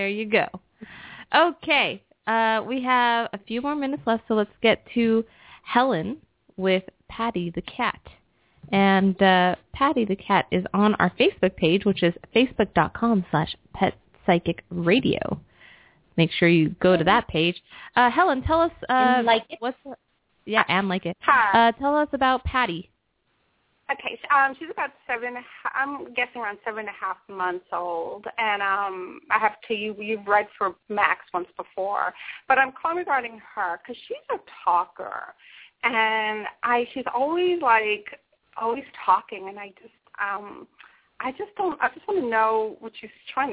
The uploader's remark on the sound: open up the lines for listeners to call